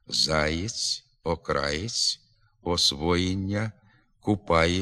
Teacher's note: Після м'якого «й» перед дальшим м'яким приголосним голосний «е» вимовляється зі значним нахилом до «і».